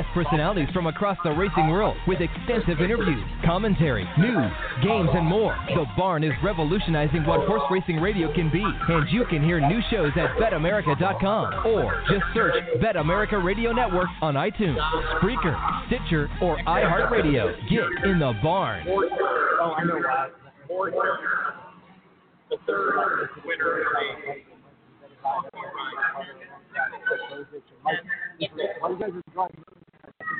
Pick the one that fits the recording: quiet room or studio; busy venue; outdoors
busy venue